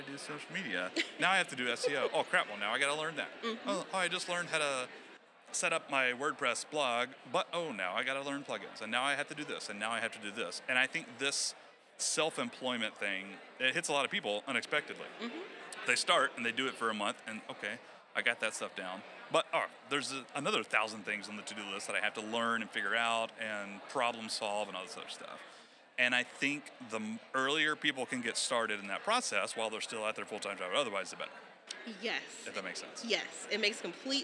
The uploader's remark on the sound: Join us live from FinCon 2023.